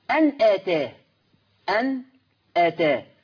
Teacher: تحريك النون بحركة الهمزة، هحرك النون بحركة الهمزة. · Term: النقل